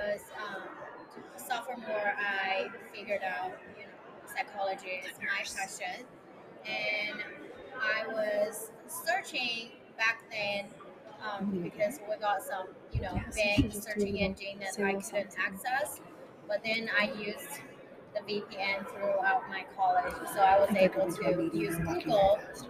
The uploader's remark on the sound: Live from the Kansas State Capitol. Live from Mental Health Advocacy Day at the Kansas State Capitol.